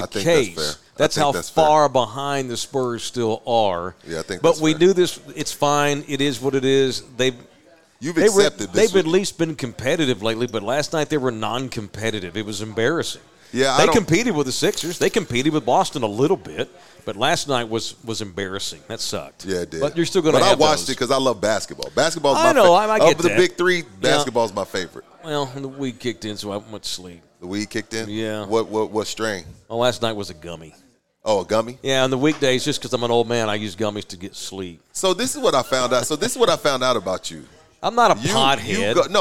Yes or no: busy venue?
yes